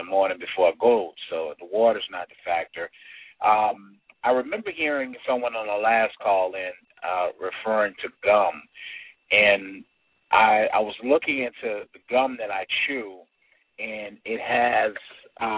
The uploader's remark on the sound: have a live Q and A call